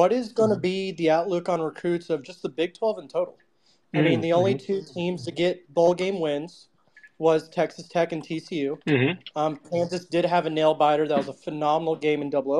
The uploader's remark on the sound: This episode was recorded via Twitter Spaces.